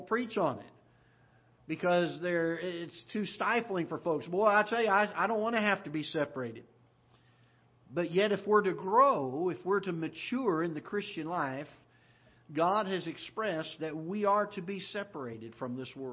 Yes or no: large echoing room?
yes